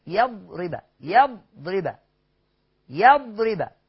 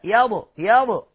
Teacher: لا تقلقل الضاد ابدا فانها ليست من حروف القلقله · Shown in: first take · لا تقلقلها تسكن.